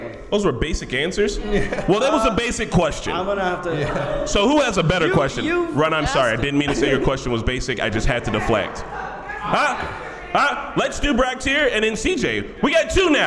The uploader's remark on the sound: Filmed a live podcast from Normiecon a couple of weekends ago.